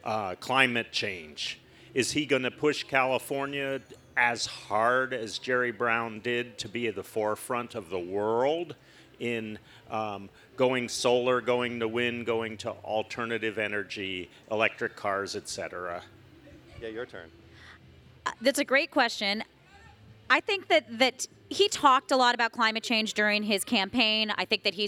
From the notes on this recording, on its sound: Live from the LA Times Festival of Books. From the stage of the Los Angeles Times Festival of Books.